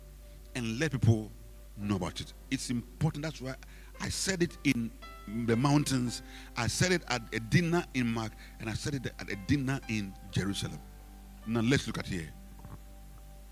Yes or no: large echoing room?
yes